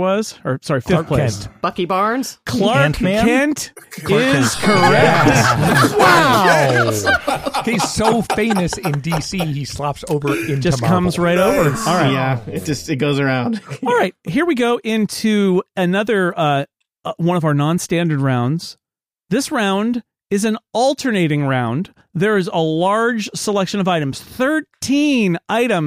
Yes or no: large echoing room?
no